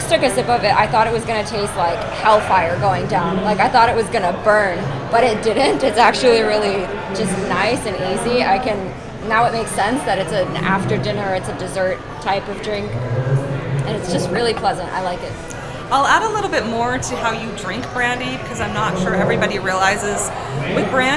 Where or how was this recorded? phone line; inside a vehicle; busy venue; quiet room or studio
busy venue